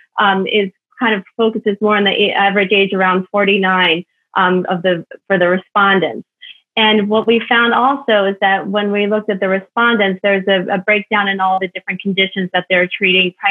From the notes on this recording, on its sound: This panel discussion originally took place at BattleFin's Virtual Discovery Day event on July 22nd, 2020.